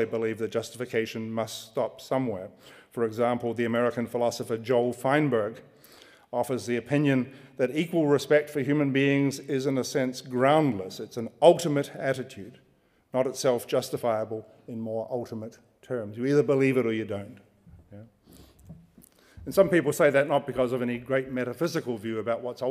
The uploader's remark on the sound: Recorded on 27 January 2015 at the University of Edinburgh's Playfair Library.